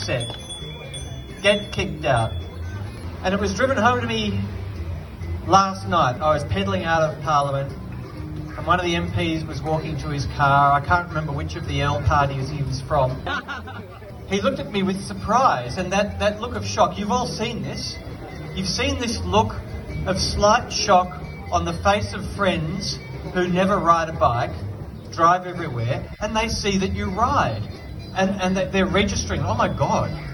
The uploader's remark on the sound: We take a audio journey, riding out west. With Critical Mass, Bike West, Kidical Mass Melbourne, Joseph Road Precinct Action Group, Snuff Puppets, Extinction Rebellion and over two hundred of their best friends. In Melbournes western suburbs.